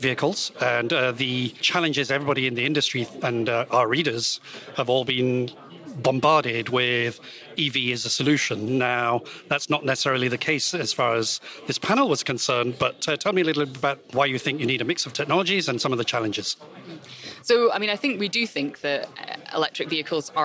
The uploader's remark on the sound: an interview from the Future of the Car 2023 conference